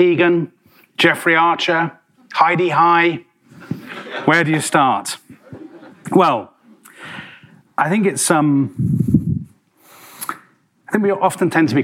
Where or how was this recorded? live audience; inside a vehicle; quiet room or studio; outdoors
live audience